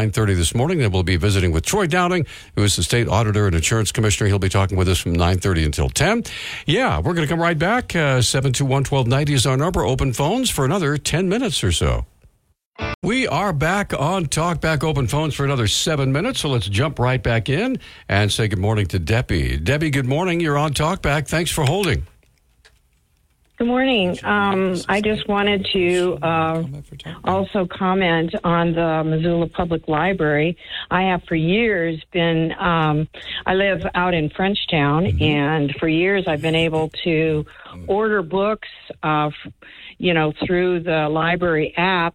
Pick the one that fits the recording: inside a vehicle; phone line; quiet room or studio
phone line